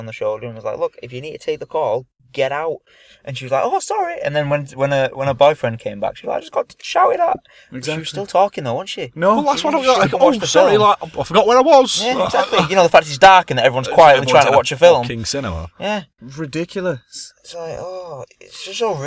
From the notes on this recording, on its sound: get together in the car once again